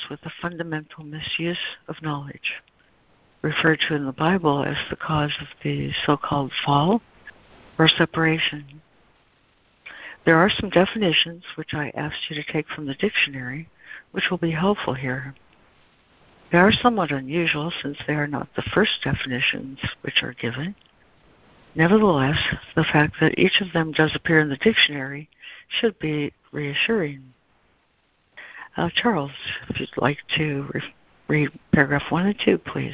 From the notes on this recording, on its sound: ACIM Daily Conference Call